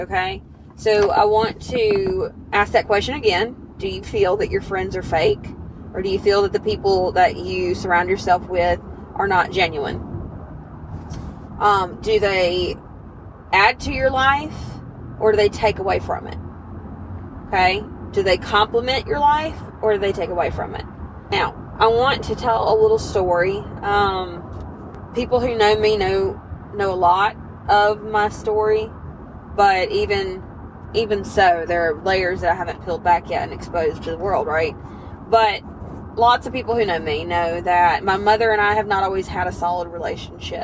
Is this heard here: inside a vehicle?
yes